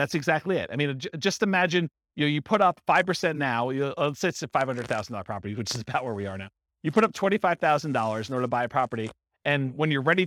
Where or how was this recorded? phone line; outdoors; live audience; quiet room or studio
live audience